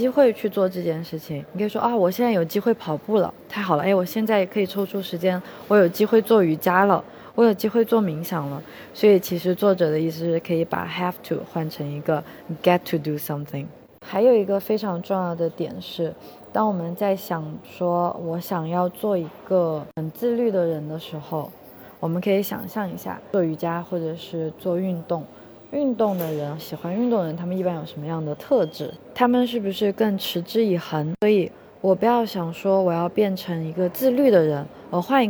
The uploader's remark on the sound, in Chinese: 这一期在克罗地亚的杜布罗夫尼克机场录制